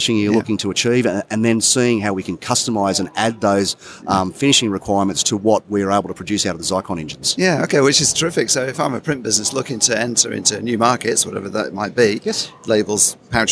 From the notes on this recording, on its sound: Incorporating extracts from some of the 34 interviews that Print21 livestreamed from the exhibition floor.